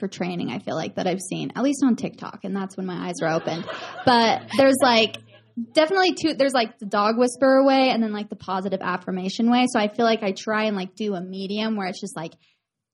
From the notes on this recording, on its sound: LA LIVE Podcast Recording! The live recording from their recent Los Angeles event!